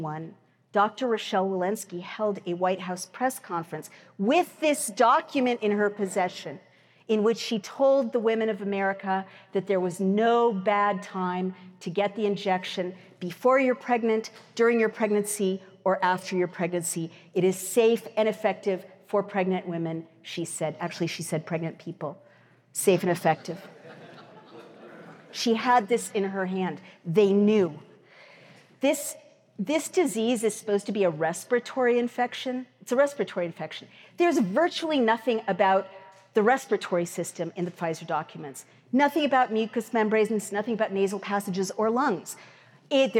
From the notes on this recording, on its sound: Recorded at the Mises Institute's Supporters Summit in Auburn, Alabama, 12-14 October 2023.